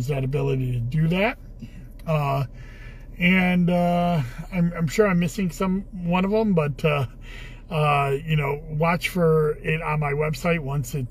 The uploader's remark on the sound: Commissioner in a Car.